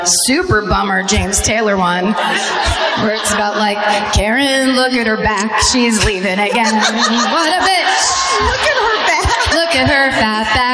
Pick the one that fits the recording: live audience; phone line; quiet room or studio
live audience